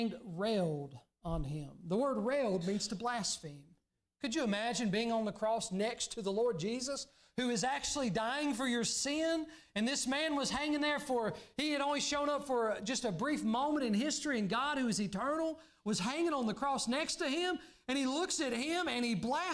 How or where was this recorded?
large echoing room